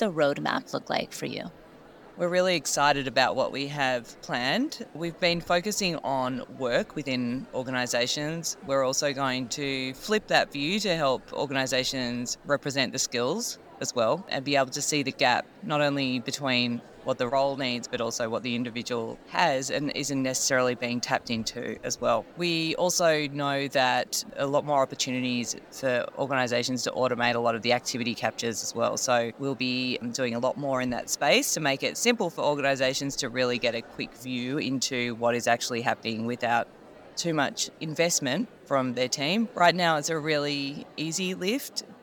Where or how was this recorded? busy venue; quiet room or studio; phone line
busy venue